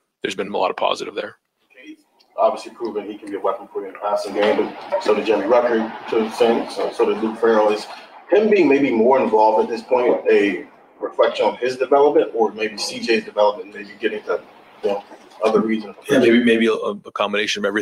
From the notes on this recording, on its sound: At the Woody Hayes Athletic Center in Columbus, Ohio. During this news conference.